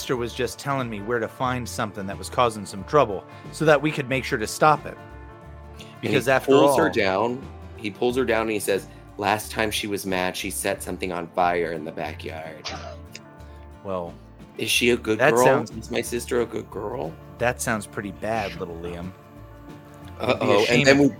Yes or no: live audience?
no